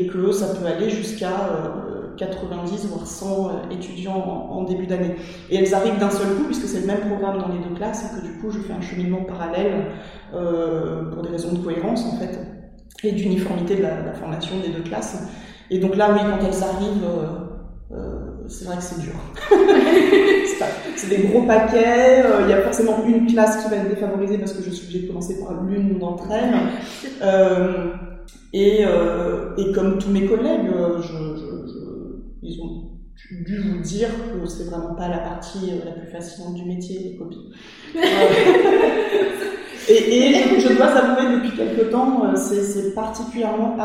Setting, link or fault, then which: fault, echo